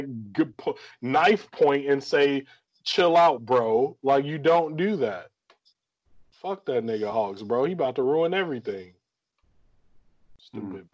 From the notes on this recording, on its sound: We bringing you another dope episode remote this time because we had some technical difficulties with our in-person episode last time.